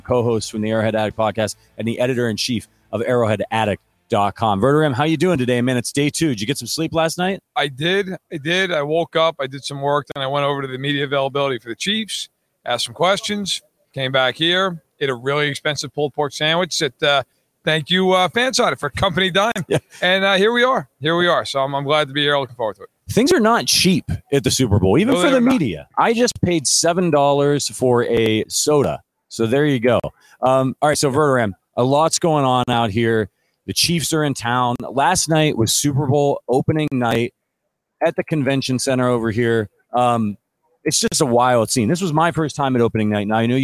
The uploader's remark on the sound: Live from Super Bowl LVII